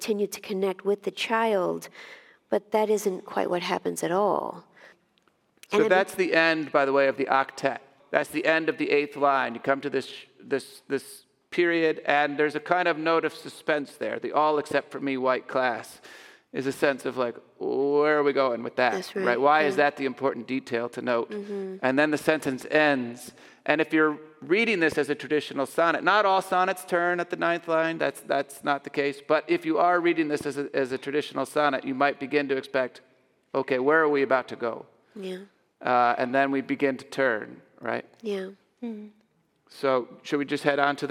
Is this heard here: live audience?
yes